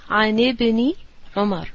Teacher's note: ایک ساتھ ہی بول دیجئے اس کو کیونکہ جو اس کا الف ہے نا اٹس ناٹ کاؤنٹنگ ہیئر، یہ سائلنٹ ہے